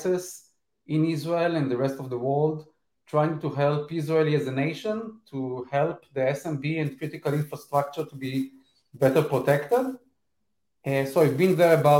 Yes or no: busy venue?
no